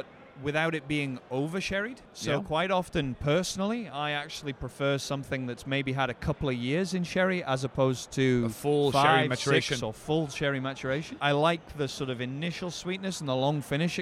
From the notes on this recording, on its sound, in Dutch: Opgenomen op WFNN 2022. Zitten we gezellig aan tafel.